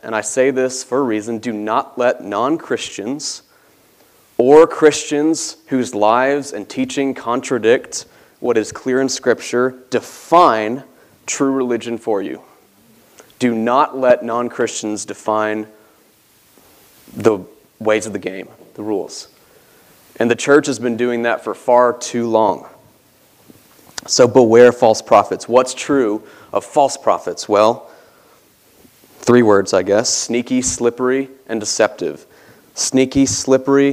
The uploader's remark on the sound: This sermon was preached from the pulpit of Grace Community Church in Berea, KY.